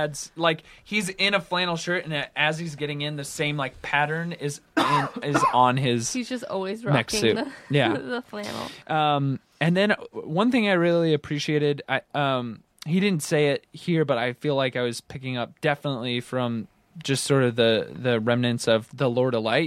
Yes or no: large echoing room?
no